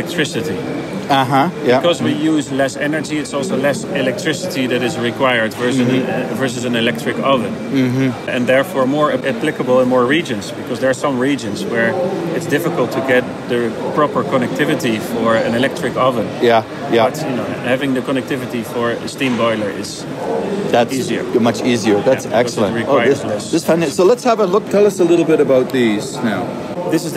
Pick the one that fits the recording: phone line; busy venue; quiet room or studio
busy venue